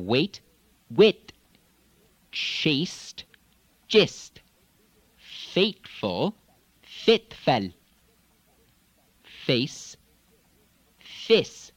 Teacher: A, A, becoming E, E, not really a diphthong